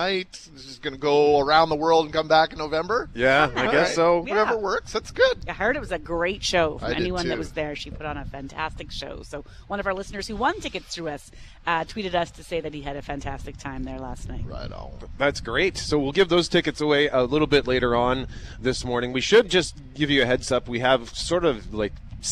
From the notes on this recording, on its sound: Live from IG Field!